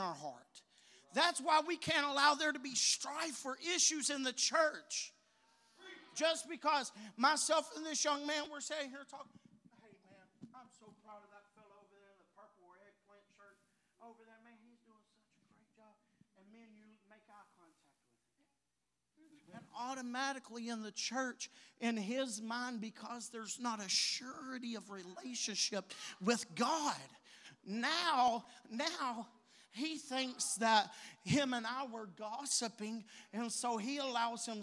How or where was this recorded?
large echoing room